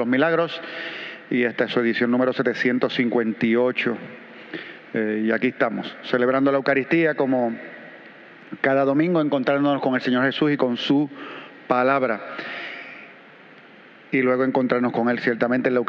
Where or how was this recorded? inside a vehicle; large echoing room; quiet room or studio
large echoing room